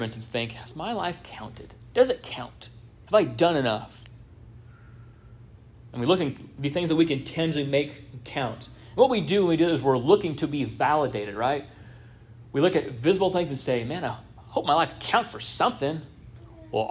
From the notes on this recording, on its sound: This sermon was first preached on 09-10-23 at Union Baptist Church in Orrick, MO.